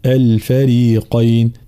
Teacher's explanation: حرف الفاء لا نفخم الفاء هنا، فلا نقول أي الفريقين، لا الفريقين.